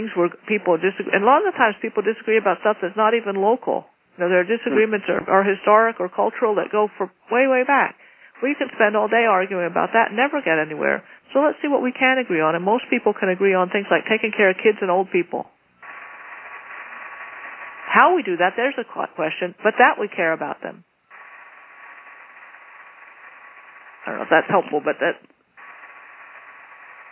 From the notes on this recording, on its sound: Call recorded on April 12, 2012.